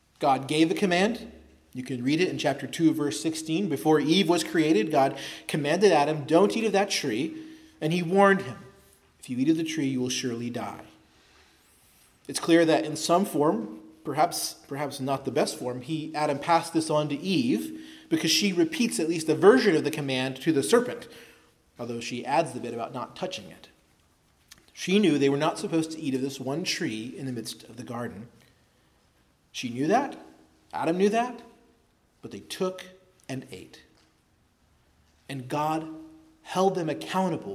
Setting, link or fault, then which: setting, large echoing room